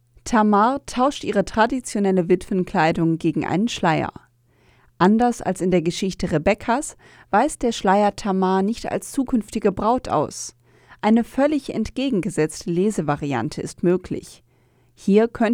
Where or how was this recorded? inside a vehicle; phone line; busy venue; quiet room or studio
quiet room or studio